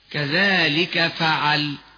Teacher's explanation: أما إذا كان آخر الكلمة الموقوف عليها فتحا فالوقف يكون بالسكون المجرد فقط، كما نقف على قوله تعالى كذلك فعل الذين من قبلهم. إذا وقفنا على كذلك أو على فعل فيكون بالسكون المجرد فقط ولا روم ولا إشمام فيه، ويكون بدون مد كما نطقنا هكذا كذلك فعل، وهكذا في جميع النظائر.